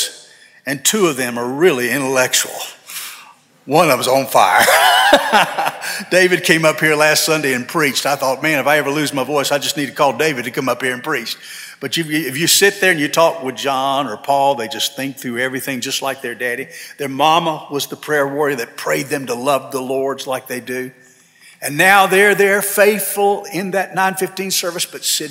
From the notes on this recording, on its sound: This sermon was delivered on December 3, 2023 at First Baptist Church Hendersonville, NC.